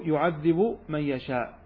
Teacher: نسكن الباء من يعذب ثم نضغم · Term: متجانسين كبيرا